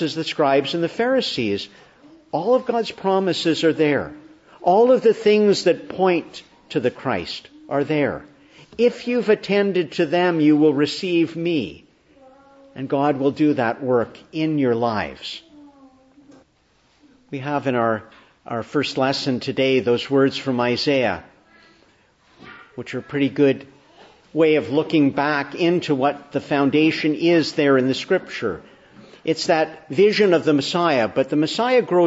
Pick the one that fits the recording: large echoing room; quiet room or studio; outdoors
large echoing room